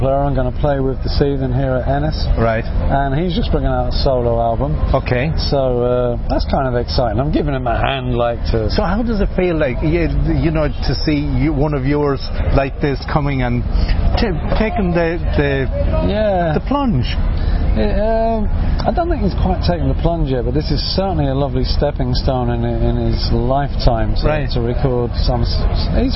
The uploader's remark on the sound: interviews recorded at the All Ireland Fleadh 2017 in Ennis Co Clare